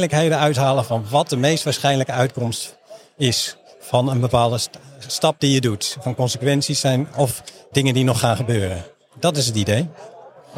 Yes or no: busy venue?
yes